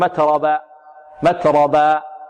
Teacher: الراء مفخمة والهاء لابد من بيانها، نقول متربى متربى.